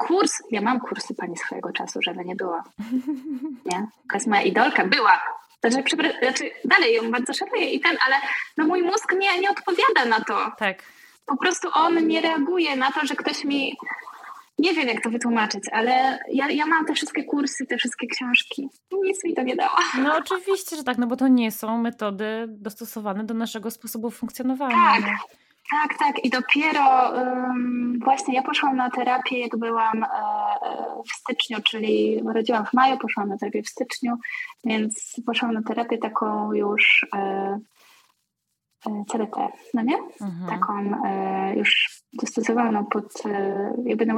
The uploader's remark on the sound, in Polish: Ten odcinek niestety nie zachwyca jakością dźwięku. Zdecydowałam się jednak wypuścić tę rozmowę pomimo jakości nagrania.